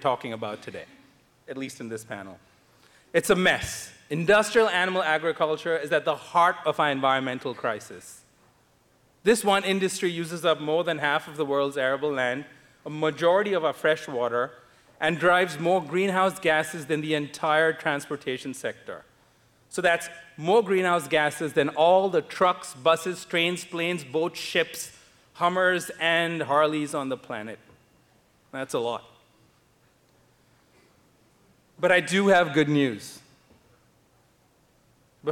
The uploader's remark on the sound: This episode features a recording of a panel discussion from the Reducetarian Summit, held in New York City in May 2017.